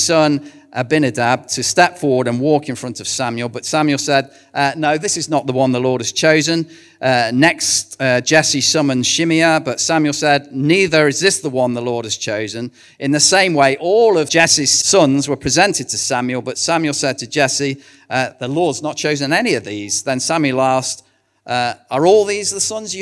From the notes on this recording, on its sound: recorded at One Church Central